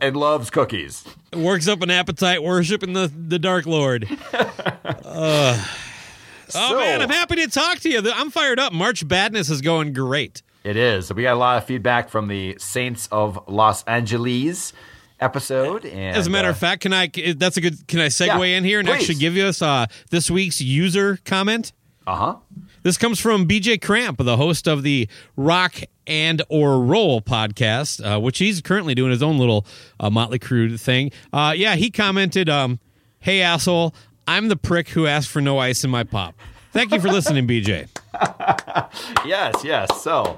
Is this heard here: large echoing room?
no